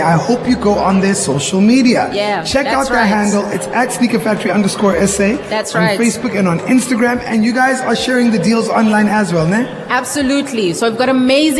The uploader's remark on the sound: Live from our special outside broadcast at Sneaker Factory in Parow Centre